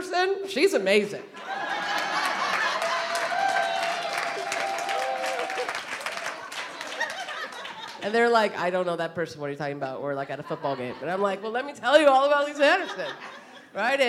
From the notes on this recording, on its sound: This conversation was recorded at Auburn Seminary's December 2019 Mountaintop Gathering in Oakland, CA.